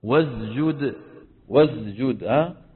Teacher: خلط صوت السين بالزاي